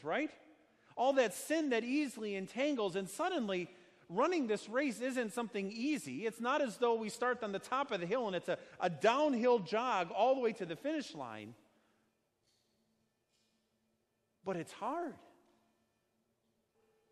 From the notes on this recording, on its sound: Sermon preached at Our Savior Lutheran Church in Birmingham, AL, on Sunday, August 4th, 2019